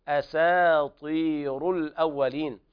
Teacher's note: قرأ ورش بترقيق الراء لأنها مضمومة قبلها ياء ساكنة